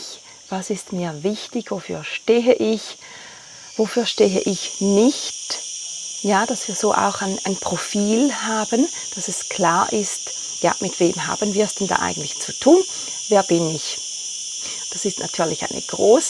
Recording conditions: sounds in the background